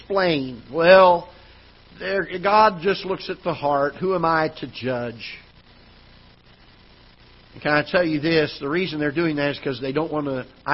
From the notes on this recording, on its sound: Ketha Heights Baptist Church ~ Live Broadcast.